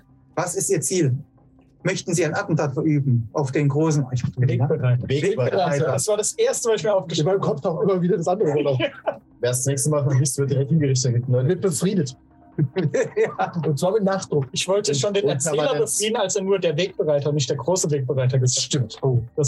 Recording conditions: poor sound quality